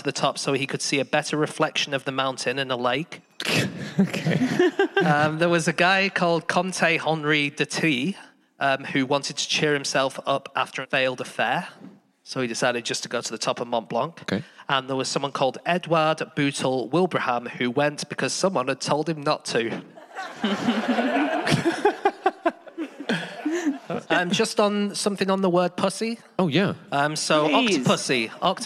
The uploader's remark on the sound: Live from Tunbridge Wells